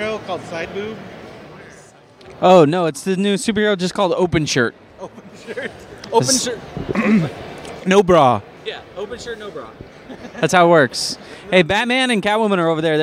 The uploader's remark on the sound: On this special episode, The Pillagecast Team is on location at the Long Beach Comic Convention!